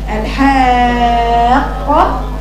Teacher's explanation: يرتفع صوت الحرف المشدد نفسه يبقى يرتفع صوت القاف